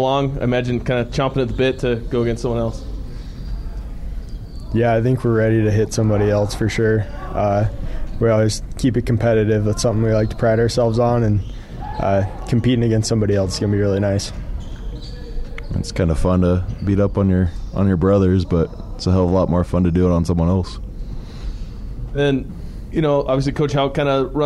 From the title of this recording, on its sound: Montana Griz press conference